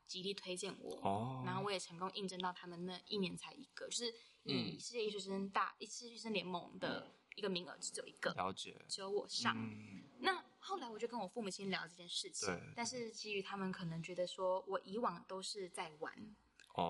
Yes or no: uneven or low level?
yes